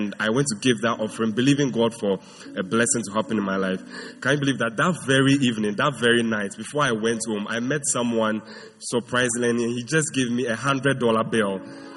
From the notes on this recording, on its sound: Preached at the First Love Center.